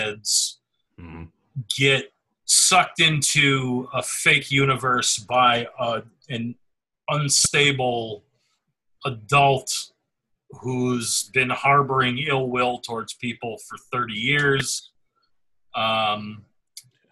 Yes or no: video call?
yes